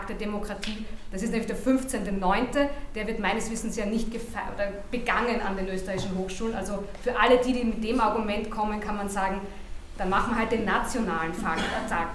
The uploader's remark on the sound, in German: Dies ist ein Mitschnitt der abschließenden Podiumsdiskussion „Das lange Echo der Dollfuß-Kanonen“.